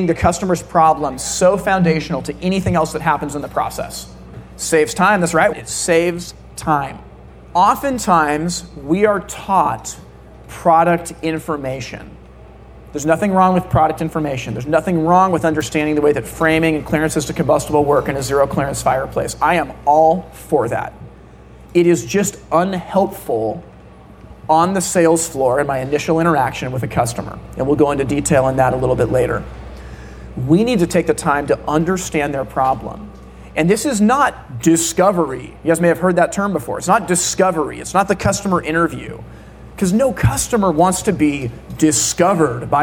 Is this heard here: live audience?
yes